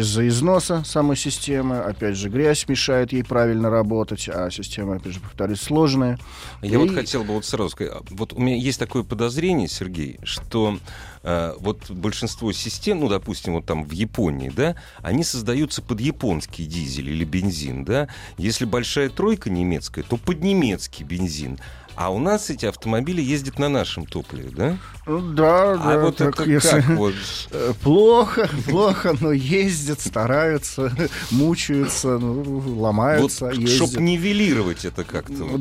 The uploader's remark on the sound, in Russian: с нами по телефону поделился